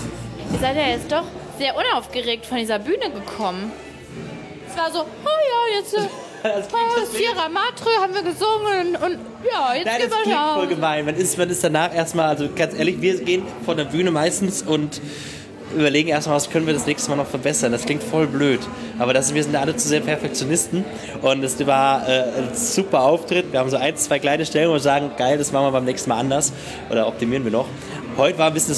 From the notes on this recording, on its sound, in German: Die fünf Jungs öffnen für meinen Podcast ihren Tourbus. In dieser Episode bin ich bei einem Live-Auftritt dabei.